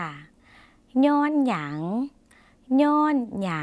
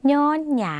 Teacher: เสียงนี้เป็นเสียงขึ้นจมูกนิดหน่อยค่ะ